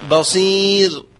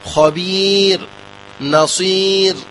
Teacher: إذن كيفما كانت الياء قبل الراء فالراء ترقق بالاتفاق · Term: ترقيق الراء